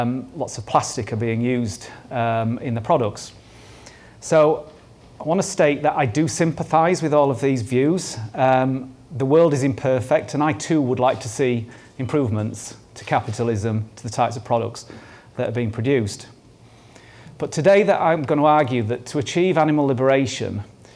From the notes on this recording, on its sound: This talk was recorded at Vevolution Topics: Effective Advocacy 2018.